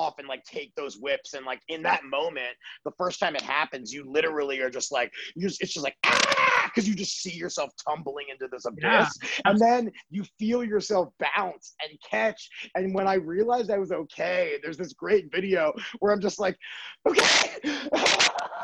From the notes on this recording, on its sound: Recorded via Zoom